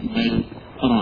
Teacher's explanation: أيضا لعدم الالتباس أنها كلمة واحدة إذا قرأت من غير سكت يقول بران بران، فيظن أنها كلمة واحدة، لذلك استحب أنه يقف عليها بل ران للسكتات الأربعة اللي في المصحف لحفظ فقط دون غيره من القراء.